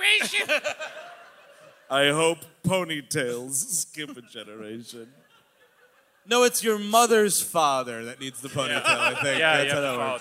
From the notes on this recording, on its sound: Live in Portland. The gang is live from majestic Portland, Oregon. Recorded on the recent west coast tour at the beautiful Aladdin Theater.